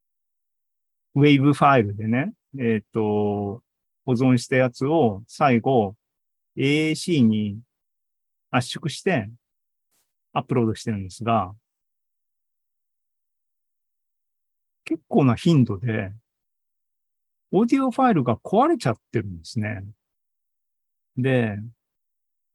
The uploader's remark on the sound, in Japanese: ２０２３年７月２９日に開催した ZOOMライブの模様です